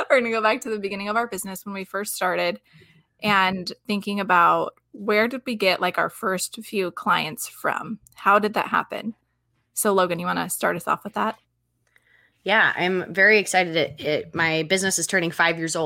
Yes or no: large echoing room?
no